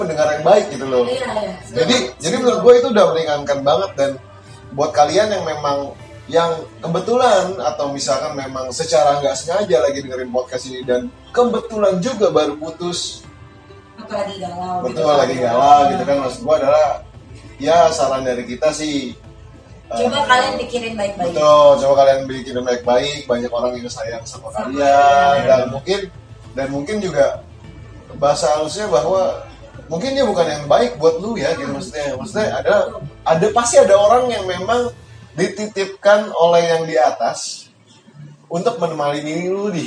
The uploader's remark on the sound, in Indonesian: Sebelumnya kami minta maaf atas kebisingan yg ada di balik suara kami.